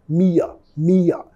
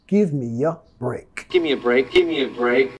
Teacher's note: Vamos a vincular metiendo sonido Y